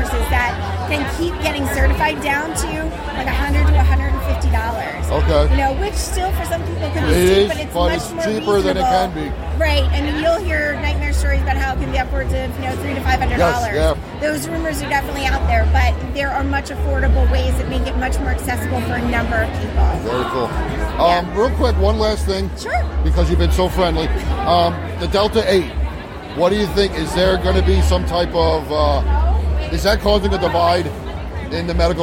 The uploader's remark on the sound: interviews with various vendors at the Cannabis Festival in April 2022 in Kutztown, Pennsylvania